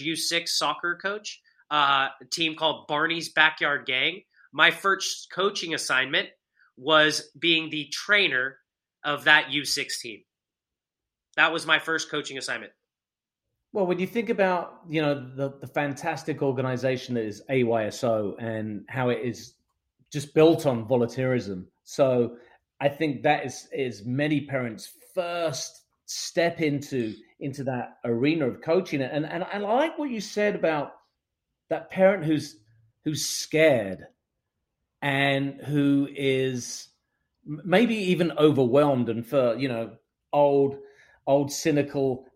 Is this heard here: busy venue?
no